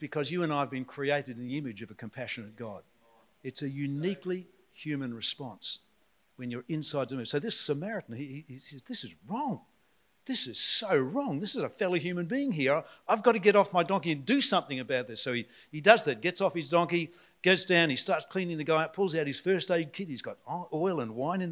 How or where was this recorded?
large echoing room